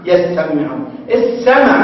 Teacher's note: ميم من دون تشديد، السين مشددة